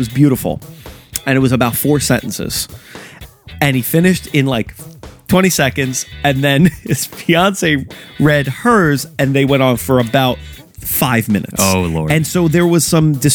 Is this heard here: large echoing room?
no